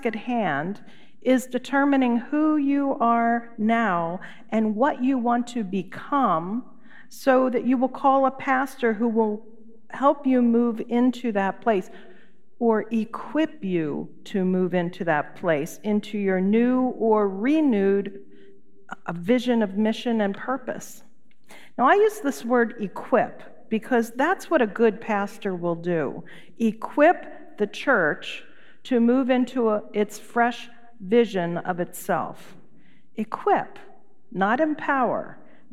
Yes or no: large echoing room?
yes